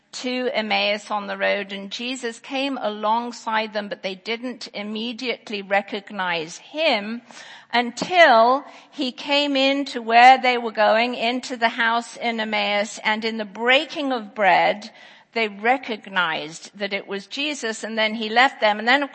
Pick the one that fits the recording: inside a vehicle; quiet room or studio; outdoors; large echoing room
large echoing room